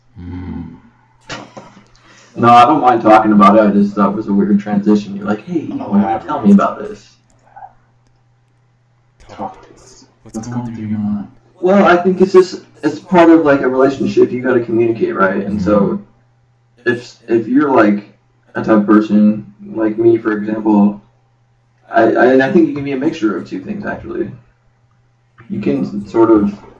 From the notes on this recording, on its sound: Sorry for the echo.